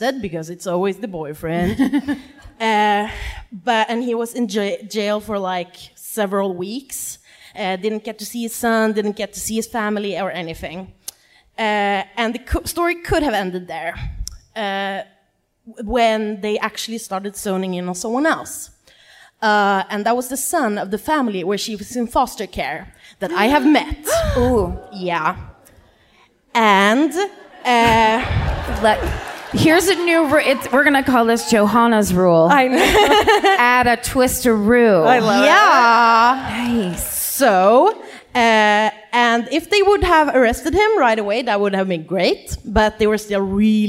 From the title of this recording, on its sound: Live at the Chinateatern in Stockholm